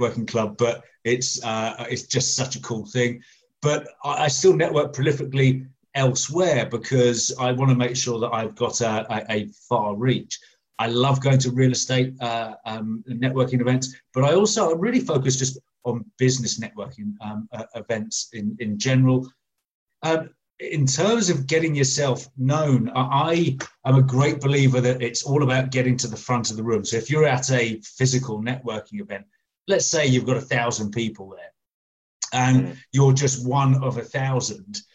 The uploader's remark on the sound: recent facebook live recordings